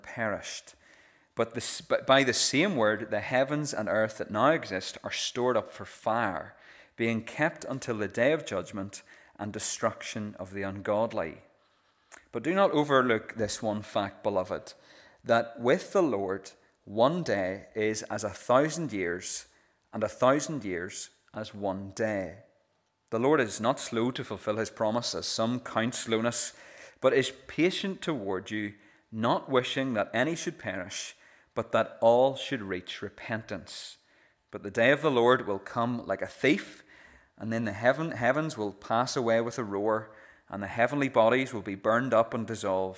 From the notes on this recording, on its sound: This is the recording of the Bible reading and sermon from our evening service.